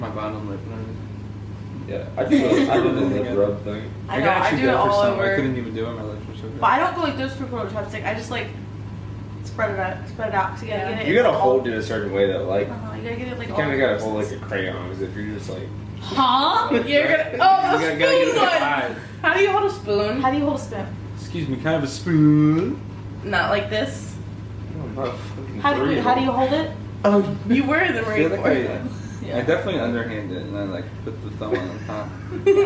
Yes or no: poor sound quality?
yes